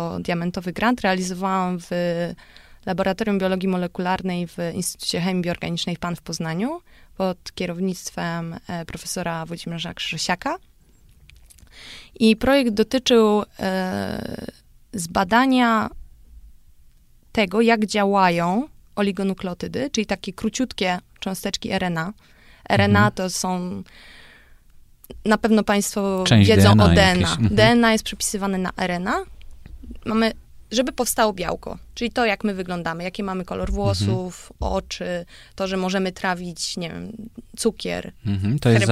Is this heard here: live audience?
no